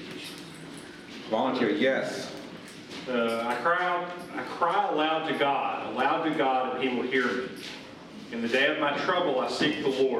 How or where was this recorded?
live audience